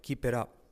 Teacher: T como R suave